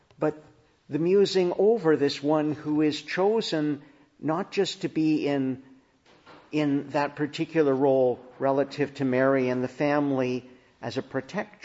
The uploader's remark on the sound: Preached in the Annunciation of the Blessed Virgin Mary, Ottawa